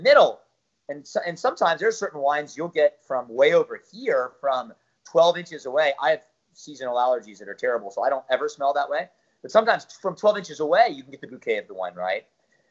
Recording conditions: video call